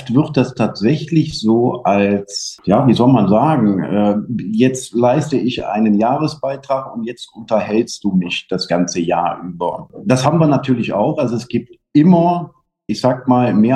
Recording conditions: video call